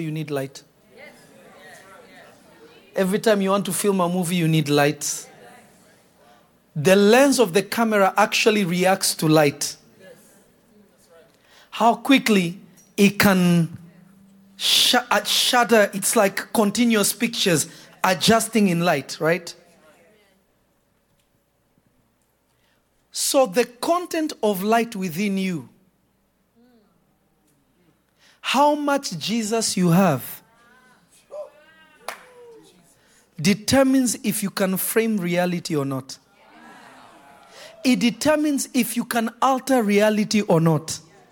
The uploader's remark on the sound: This Episode was recorded live on June 26 at Revelation Church in Simi Valley, CA.